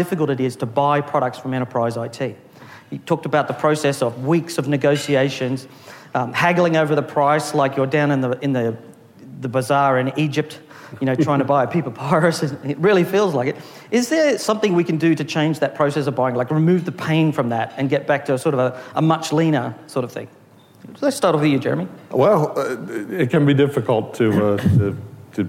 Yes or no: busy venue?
yes